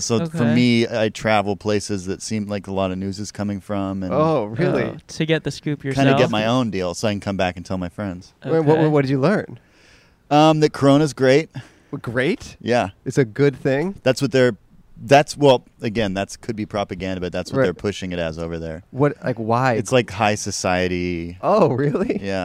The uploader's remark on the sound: backyard in Los Angeles